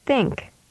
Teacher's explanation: The tip of the tongue is placed between the upper and lower teeth. Air is built up and then released continuously between the tongue and teeth. As a result, a hissing sound is created. · Term: TH sound